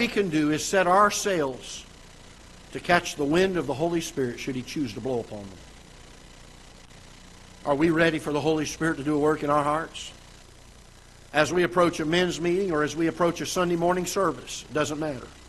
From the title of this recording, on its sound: Ketha Heights Baptist Church ~ Live Broadcast